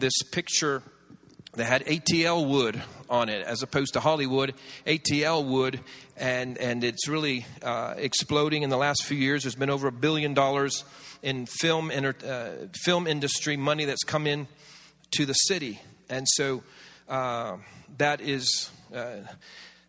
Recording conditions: large echoing room